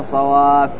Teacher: مد لازم كلمي مثقل لوجود تشديد في الفاء، تقف عليه بالثلاثة، أيضا تقف عليه بالسكون المحض دون الروم والإشمام لأن الفاء مفتوح.